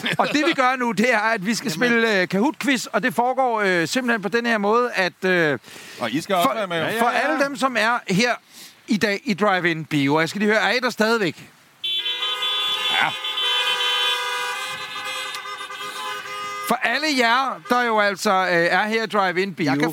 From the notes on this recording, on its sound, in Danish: Det regner, det er LIVE. I dette afsnit af Bilklubben sender vi LIVE fra Drive-in Biografen i Lynge. Men det er det, man i radiosproget kalder for live-on-tape.